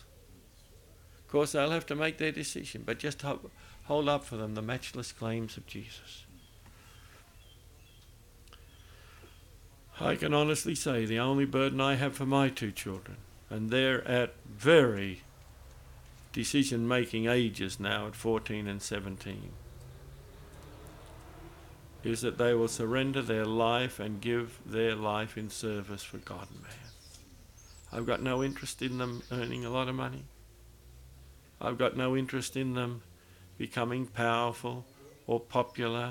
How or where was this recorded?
large echoing room